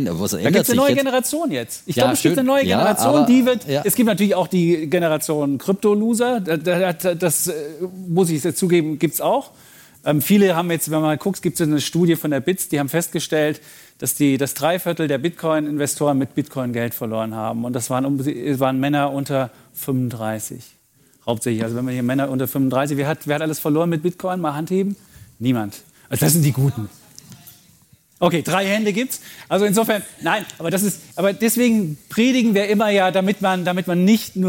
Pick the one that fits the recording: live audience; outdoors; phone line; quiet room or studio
live audience